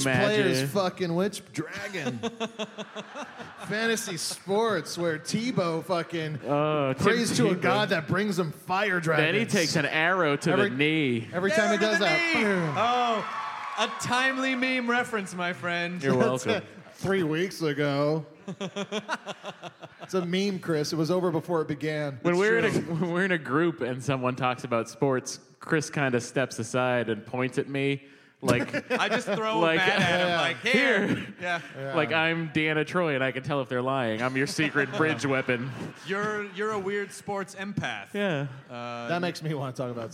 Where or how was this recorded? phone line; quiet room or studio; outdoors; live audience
live audience